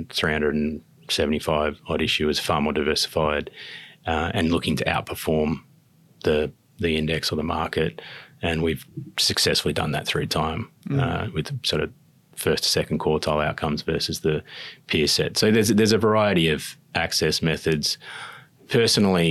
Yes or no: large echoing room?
no